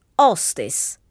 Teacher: we borrow that same word from the English language, but we say hostess, as if the H were not there. You could say that H is like a ghost letter. · Term: silent lettera